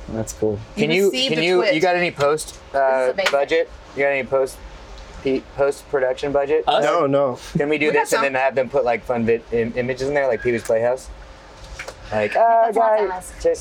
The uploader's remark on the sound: Special 4h20m Live from JASHFesht Show. Recorded live at JASHFesht.